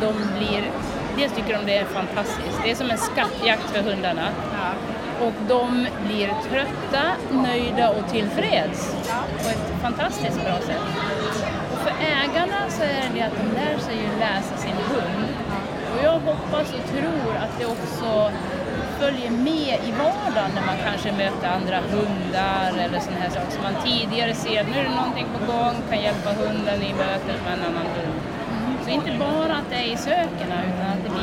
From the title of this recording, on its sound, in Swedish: Direkt från My Dog 2019